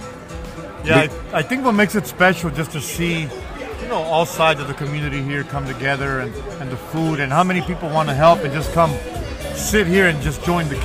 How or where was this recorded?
outdoors